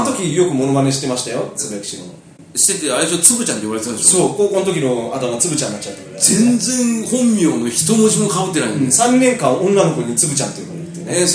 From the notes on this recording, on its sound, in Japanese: カラオケボックス収録なので音声は悪いですが